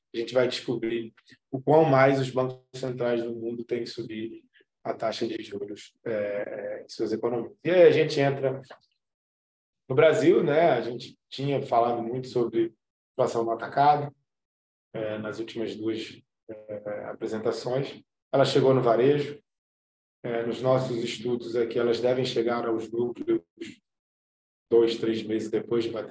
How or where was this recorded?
video call